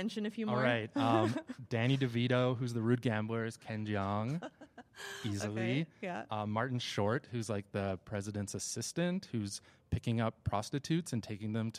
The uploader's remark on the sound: Repodcasting is back with a brand new LIVE EPISODE! Recorded on site at Calgary Expo.